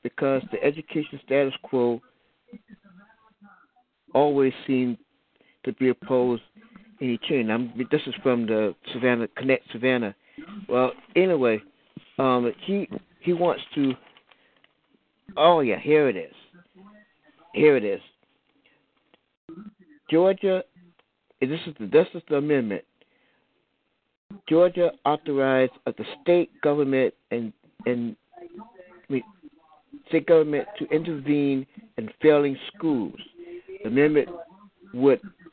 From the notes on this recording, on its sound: as well as your phone calls